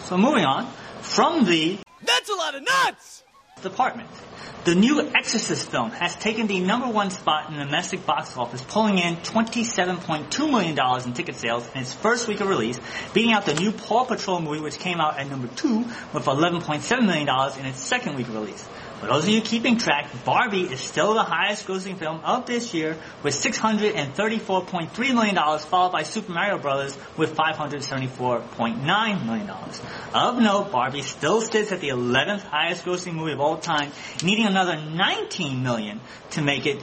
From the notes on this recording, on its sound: At our 73rd Live show (courtesy of the East Meadow Public Library)